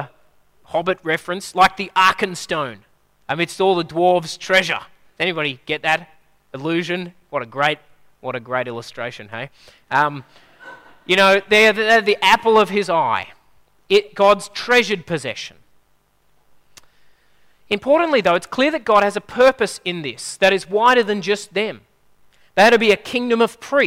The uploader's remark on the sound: At a Church in the Graveyard service